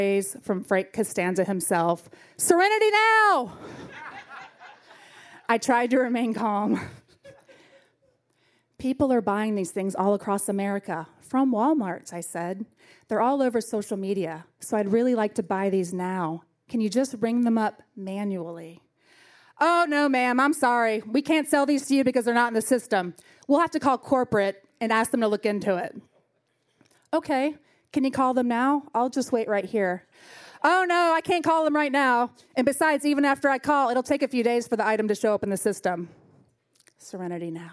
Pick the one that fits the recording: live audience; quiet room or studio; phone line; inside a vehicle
live audience